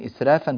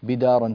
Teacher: الراء قبلها فتحة فلذلك لا نرققها وتبقى مفخمة · Shown in: second take